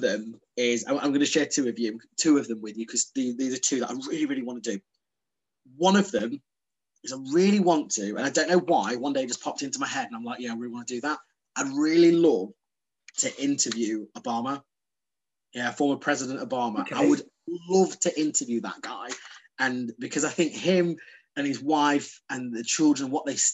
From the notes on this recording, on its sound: Over zoom from the Zen Den.